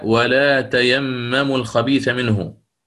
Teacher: الإمام البزي شدد التاء فيها، شدد التاء فيها عندما يصلها بما قبلها · Term: تاءات الإمام البزي